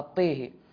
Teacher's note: عن طريق الأزرق الإمالة الكبرى فقط في كلمة طه